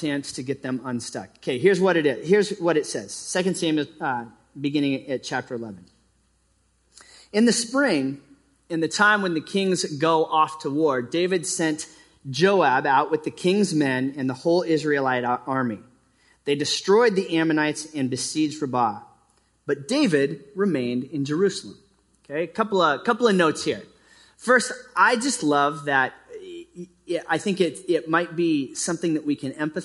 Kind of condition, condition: setting, live audience